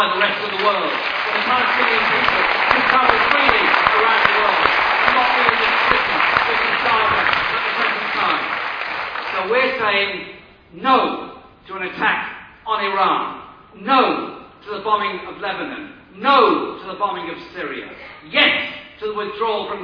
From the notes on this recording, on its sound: speech to 1500 people at the Stop the War meeting held at Friends Meeting House, Euston, London, Monday July 17th 2006